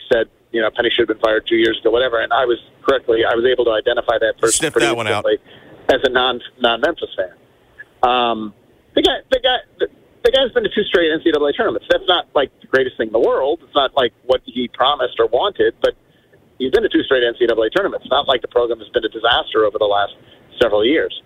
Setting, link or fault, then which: link, phone line